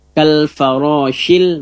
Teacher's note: fa bibir ketemu gigi